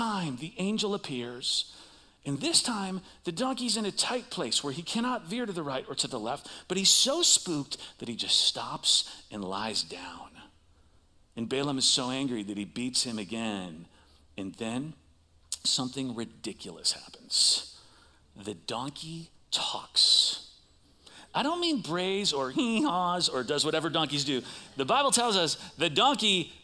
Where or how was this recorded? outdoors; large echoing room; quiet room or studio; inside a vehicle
large echoing room